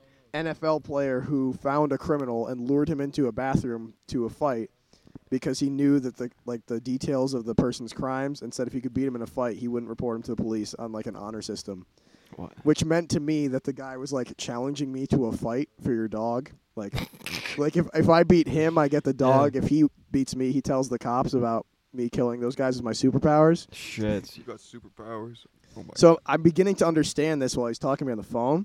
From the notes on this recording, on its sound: The boys tried to drunkenly record an episode, but the weather didn't agree for long, so enjoy this short of the lads hanging out in the rain.